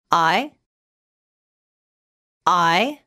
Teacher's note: This means it's made up of two sounds. It's a combination of the a sound and the I sound. · Term: diphthong